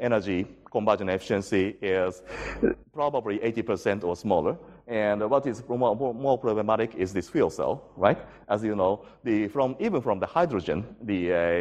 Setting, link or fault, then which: setting, large echoing room